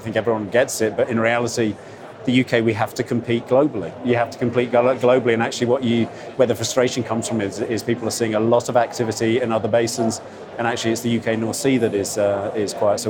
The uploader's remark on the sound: Offshore Europe: Day two. On the Offshore Energy Conference floor for day two of the event.